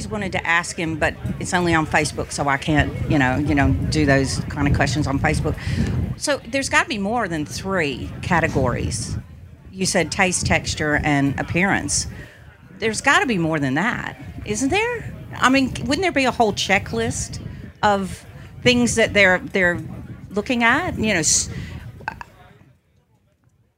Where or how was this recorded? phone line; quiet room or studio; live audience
live audience